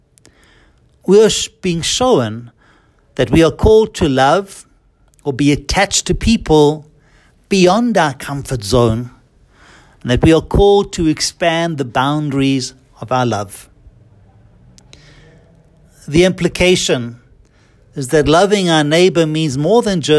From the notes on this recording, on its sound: homily preached at Holy Trinity Catholic Church in Braamfontein, South Africa